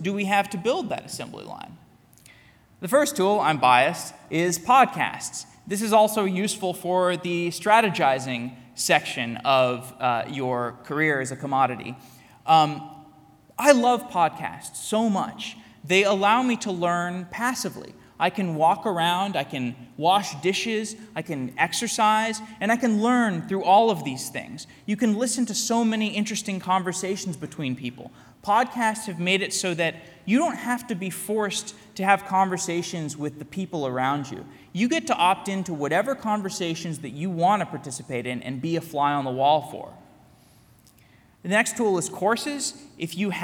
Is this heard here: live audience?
yes